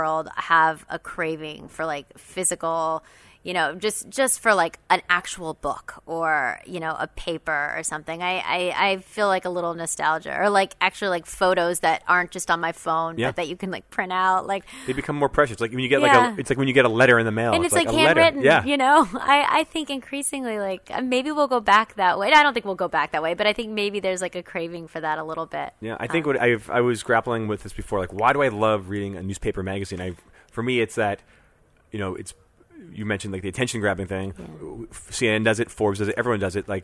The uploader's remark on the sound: recorded at WebSummit in Portugal